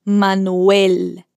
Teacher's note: atenção com a pronúncia do E bem fechado e desse L que a sua língua fica lá em cima